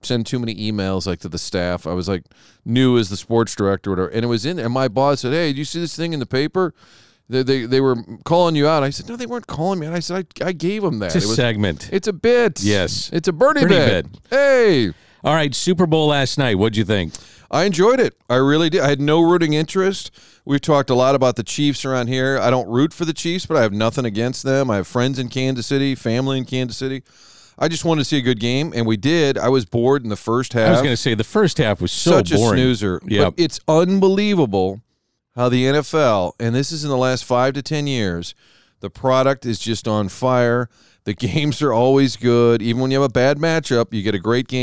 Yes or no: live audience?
no